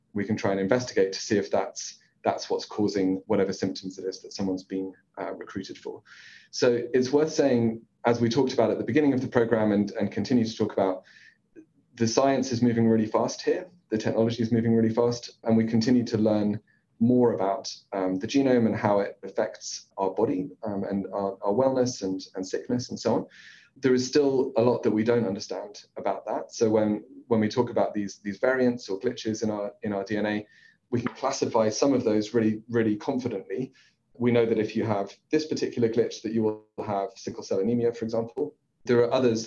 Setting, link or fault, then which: link, video call